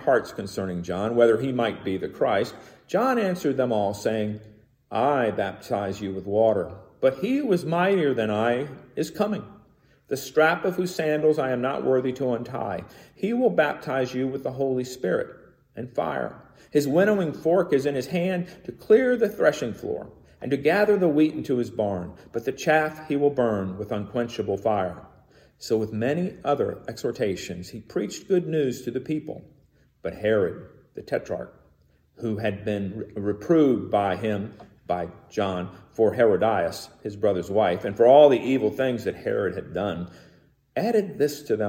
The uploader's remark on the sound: Recorded in the sanctuary of MPPC on Sunday, January 9, 2022